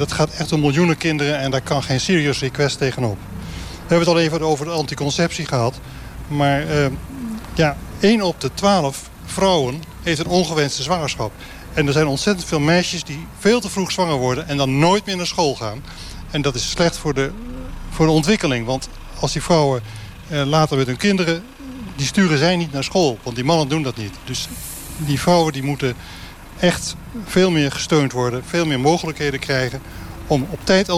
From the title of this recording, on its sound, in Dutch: Vanuit het Afrikafestival in Hertme (7 juli 2019)